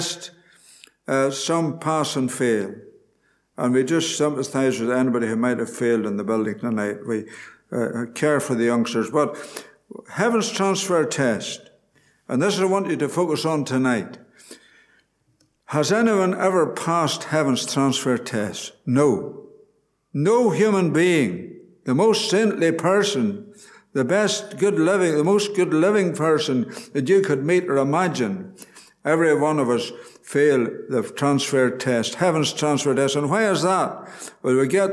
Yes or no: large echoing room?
yes